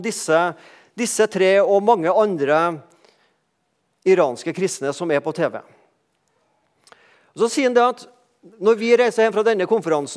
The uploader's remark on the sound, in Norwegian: talte på gudstjenestei Misjonshuset